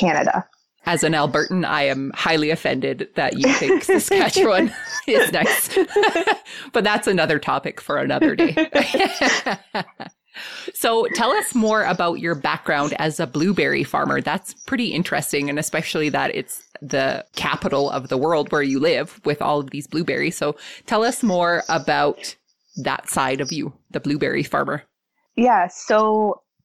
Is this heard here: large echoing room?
no